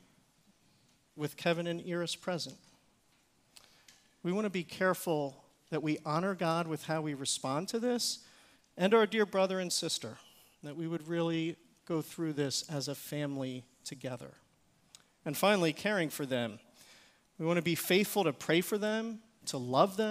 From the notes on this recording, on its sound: Recorded service from January 7, 2024.